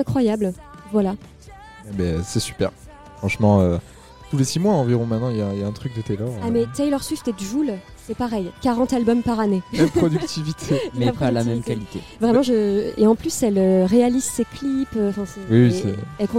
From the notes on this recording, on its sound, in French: Enregistré pendant le Festival International de Journalisme